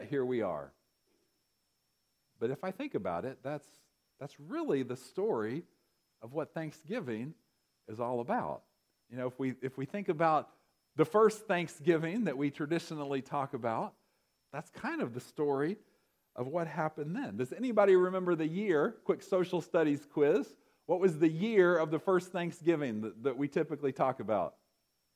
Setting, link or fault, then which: setting, large echoing room